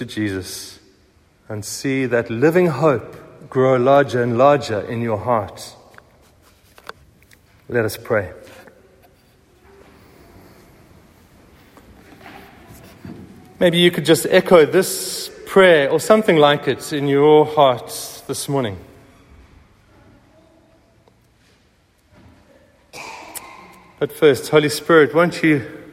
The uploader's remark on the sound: Recorded at the 9:30am service on Sunday 16th April 2023